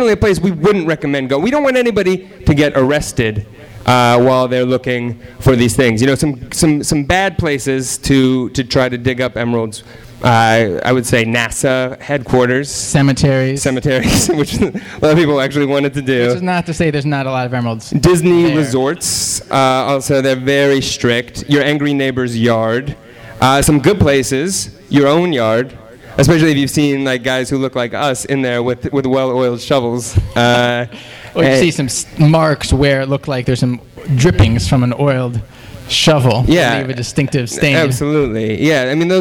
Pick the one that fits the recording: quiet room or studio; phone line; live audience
live audience